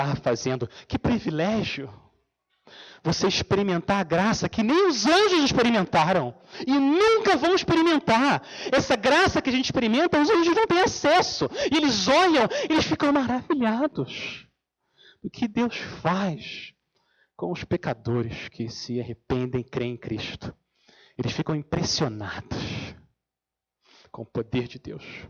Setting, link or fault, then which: setting, large echoing room